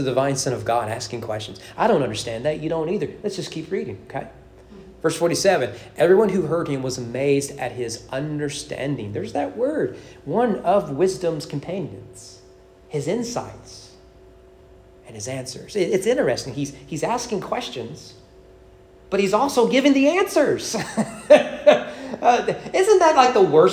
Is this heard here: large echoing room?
yes